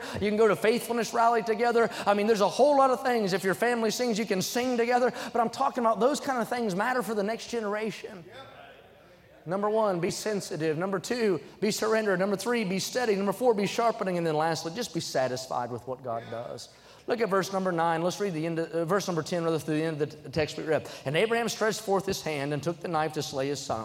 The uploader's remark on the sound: during the Sunday Evening service on June 11, 2023, at North Valley Baptist Church in Santa Clara, California.